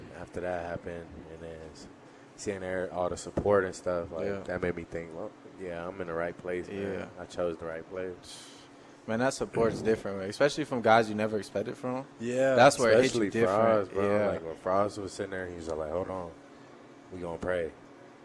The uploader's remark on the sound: Live from Daq Shack!